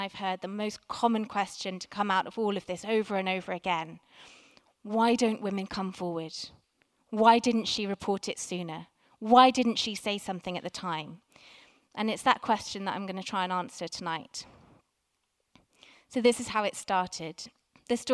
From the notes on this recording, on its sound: Recorded at 5x15 at the Tabernacle, November 2017.